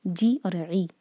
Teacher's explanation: کسرہ کو ٹھیک سے ادا کریں گے، جے اور اے جیسی آواز نہ آئے